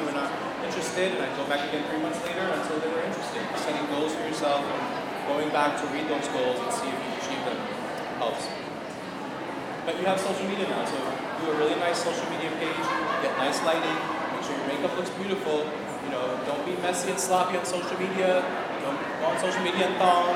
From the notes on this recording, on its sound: We take you behind-the-scenes at the first ever #Sephoria House of Beauty. Sephora's first ever House of Beauty event in Los Angeles.